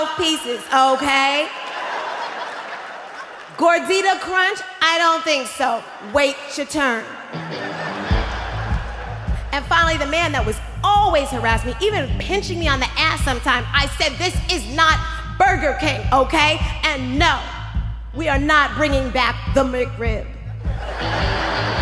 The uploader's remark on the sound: Performed live at Snap LIVE! In Oakland's Paramount Theater.